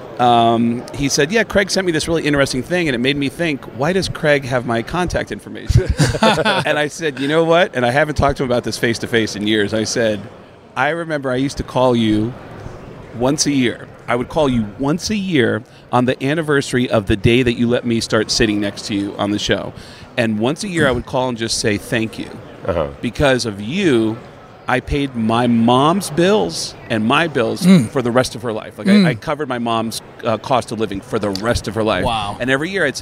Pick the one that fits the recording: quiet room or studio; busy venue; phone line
busy venue